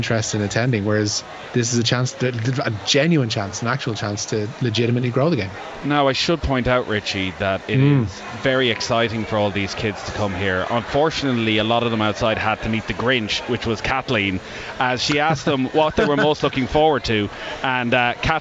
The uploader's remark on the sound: Live from Tallaght Stadium